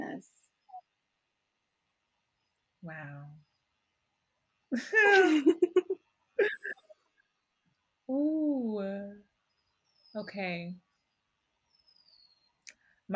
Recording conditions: sounds in the background